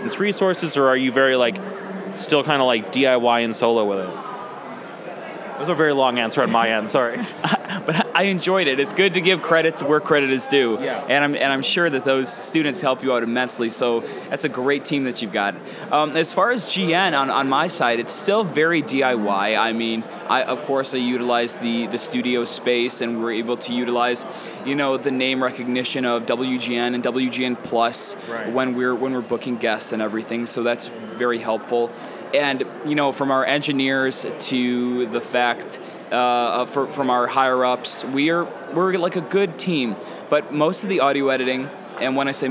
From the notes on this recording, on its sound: In a dual podcast recording. Recorded at SXSW 2016.